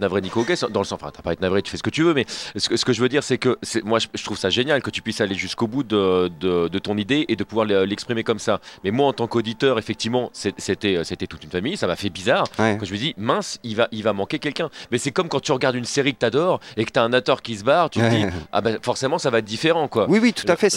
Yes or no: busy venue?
yes